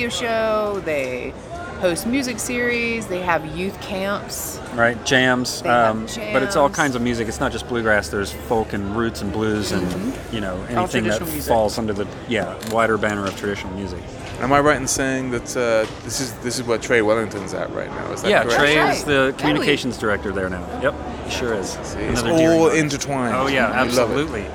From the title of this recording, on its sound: Live From IBMA 2022